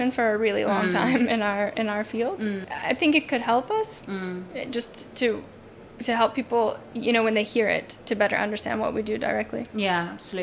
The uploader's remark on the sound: Recorded live from the 23rd World Congress on Safety and Health at Work 2023 in Sydney, Australia.